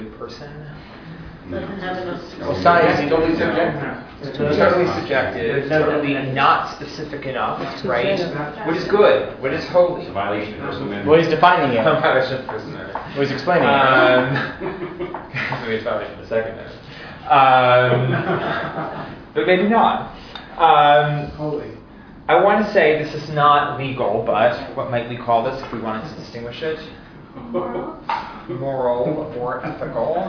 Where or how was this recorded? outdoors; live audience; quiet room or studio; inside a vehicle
live audience